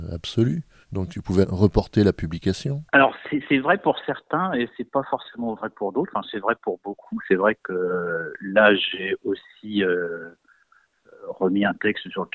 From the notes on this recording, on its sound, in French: Nous avons joint par téléphone.